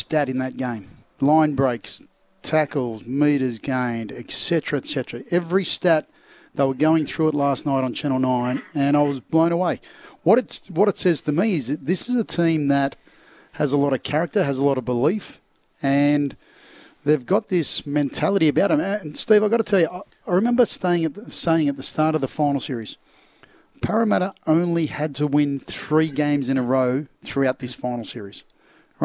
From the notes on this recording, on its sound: Live from Central Coast Stadium for the local Rugby Grand Finals including the presidents cup.